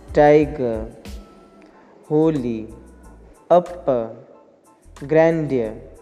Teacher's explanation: in tiger we are seeing that ti is having the more stress, g it is having the less stress. That is why it is the trochymeter.